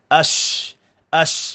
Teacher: shin ada sifat huruf khas namanya tafashi, iaitu menghamburkan suara